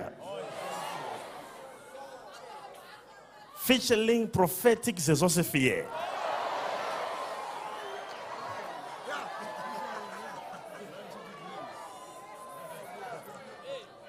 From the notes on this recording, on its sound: DIPLOMATIC SERVICE LIVE | ECG CHURCH